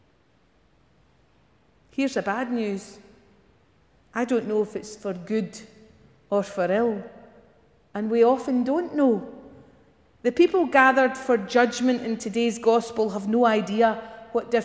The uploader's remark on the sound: Morning worship recorded at GSPC